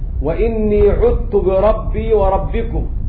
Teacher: حمزة والكسائي وأبو عمرو البصري أضغموا الذال في التاء